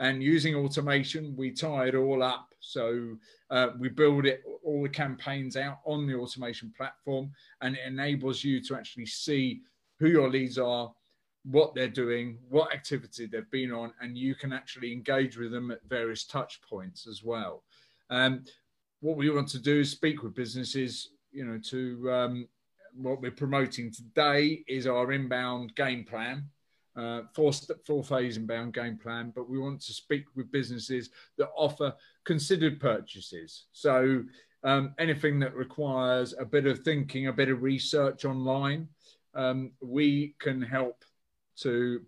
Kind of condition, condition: link, video call